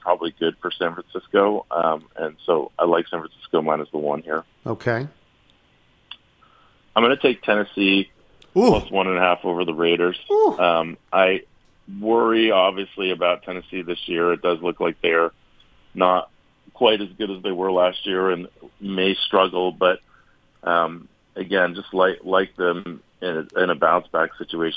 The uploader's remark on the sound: Calls in to go around the NFL. Phone in with their weekend picks.